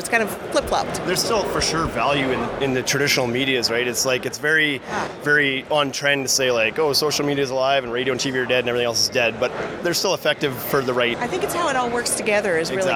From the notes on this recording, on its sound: Live from IBS 2019 in Las Vegas